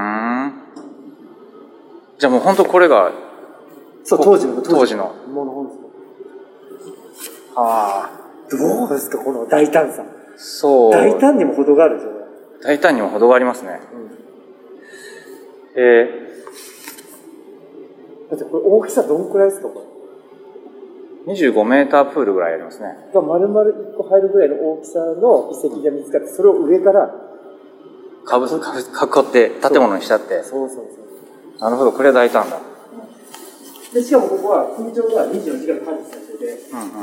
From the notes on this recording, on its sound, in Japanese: 佐賀県吉野ヶ里遺跡に行った時の記録をお届けします。おっさん二人が国指定の特別史跡でキャッキャウフフするだけの音声です。